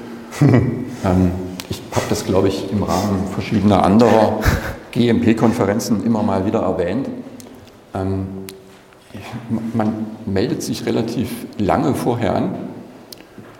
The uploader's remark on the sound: GMP-Konferenz in Mainz. Live Podcast Session.